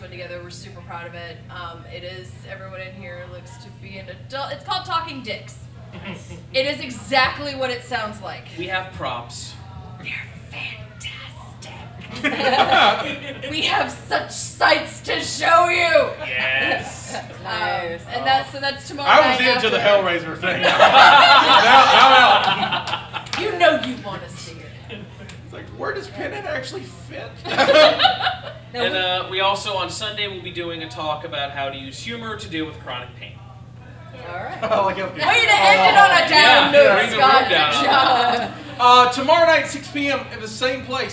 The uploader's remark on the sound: LIVE at MOBICON 2018